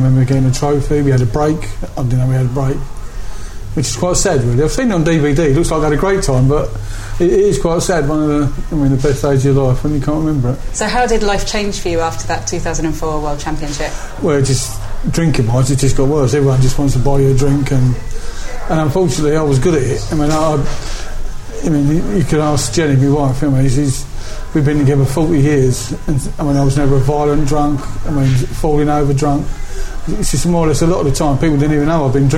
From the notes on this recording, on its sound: Mutual local pub, Blackheath’s The Royal Standard.